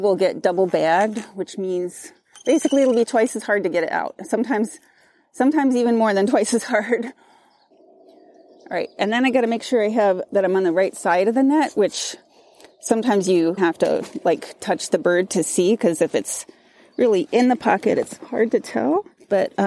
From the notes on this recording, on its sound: It’s part field recordings and part traditional Nature’s Archive interview. A challenging season of weather disruptions, and having to re-record parts of it.